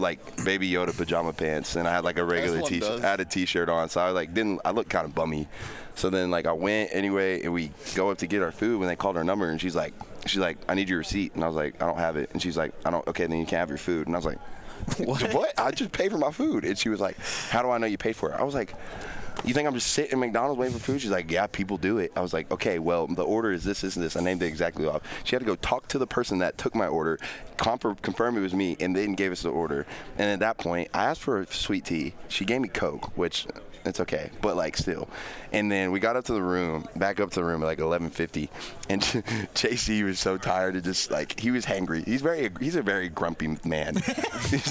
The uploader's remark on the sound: live from Pac-12 media day